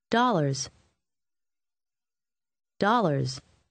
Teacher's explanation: Обратите внимание на звук «з» в конце последнего слова.